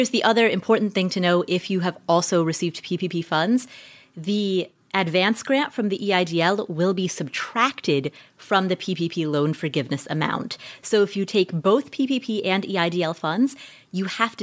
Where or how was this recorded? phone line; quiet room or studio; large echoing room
quiet room or studio